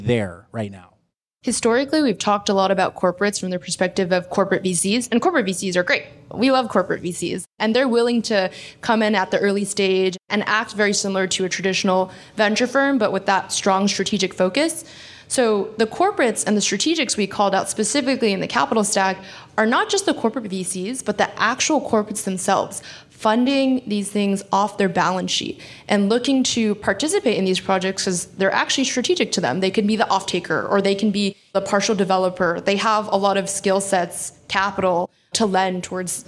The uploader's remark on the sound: Live from New York Climate Week with CTVC. We kicked off New York Climate Week with a live podcast recording. To our hosts at P&T Knitwear for lending their beautiful space in the Lower East Side.